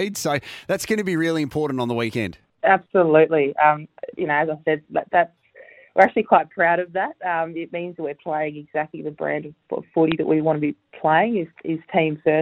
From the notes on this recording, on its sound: phoned to chat